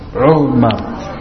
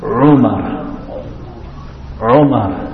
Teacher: You make the circle with the lips because there's a dhamma.